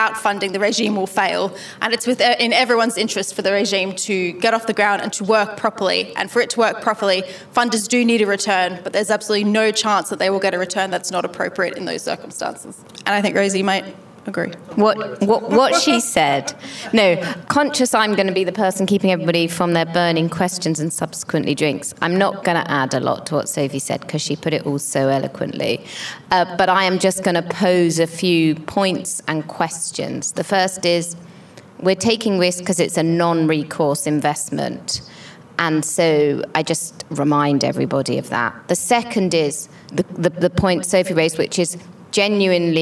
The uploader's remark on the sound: The London panel discussion from our recent Europe-wide event on collective litigation.